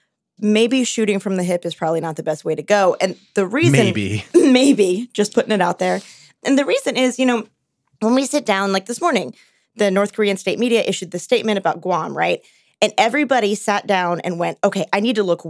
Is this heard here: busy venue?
no